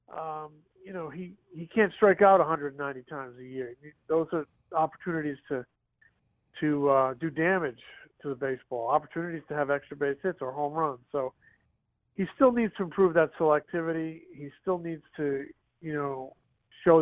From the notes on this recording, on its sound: called in to start the show from Spring Training